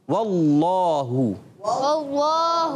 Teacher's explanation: अल्लाह पाक का लाम पुर होता है, पुर होता है। मोटा करके पढ़ते हैं